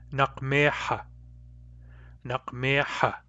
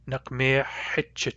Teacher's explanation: the final A becomes a short I · Shown in: second take